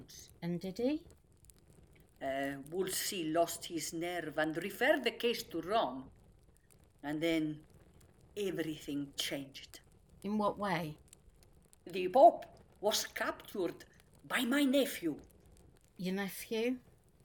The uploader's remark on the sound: The Lost Tapes of History was recorded remotely in late 2021. As such, the actors used what equipment they had available and were limited by their location. This has resulted in variable audio quality.